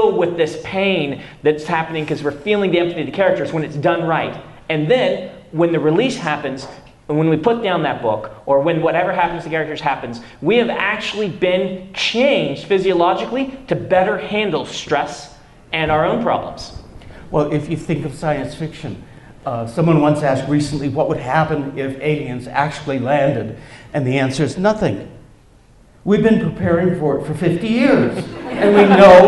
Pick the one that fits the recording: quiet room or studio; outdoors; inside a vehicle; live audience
live audience